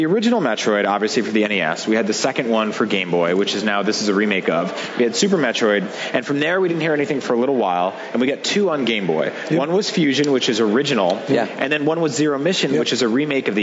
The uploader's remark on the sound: A special segment of Nintendo Voice Chat was recorded at E3 2017!